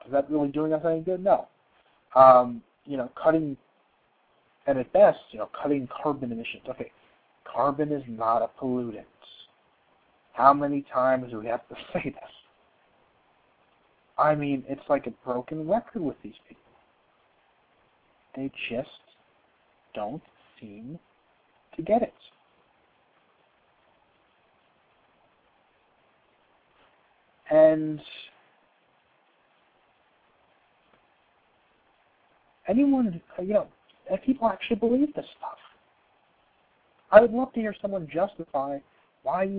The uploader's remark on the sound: Receive a surprise phone call.